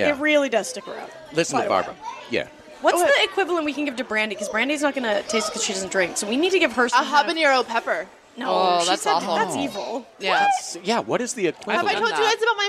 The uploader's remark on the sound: LIVE from The Sizzler in Eagle Rock, CA